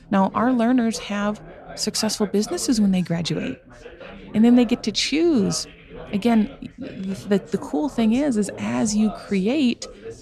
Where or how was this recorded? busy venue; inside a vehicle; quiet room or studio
busy venue